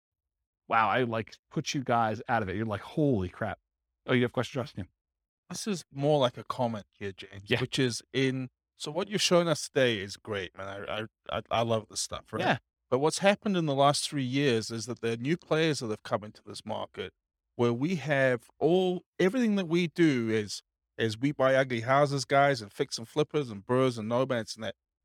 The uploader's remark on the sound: This was a live class recorded